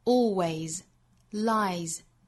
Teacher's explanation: always 和 lie 尾部的这个字母 s 呢都读相对应的浊辅音，读成 z